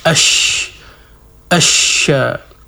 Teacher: Jadi untuk shin ini diperjelas sifat tafashi, yaitu menyebarnya udara di dalam mulut.